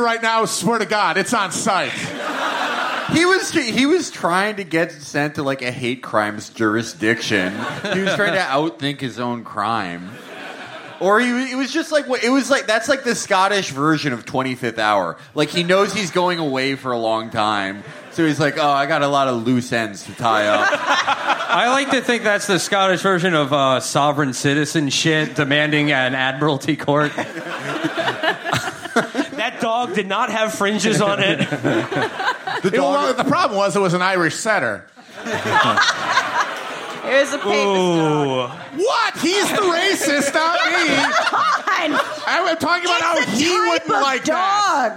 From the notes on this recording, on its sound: Our June 3rd live show from Glasgow, Scotland's home of tonic wine and knife crime.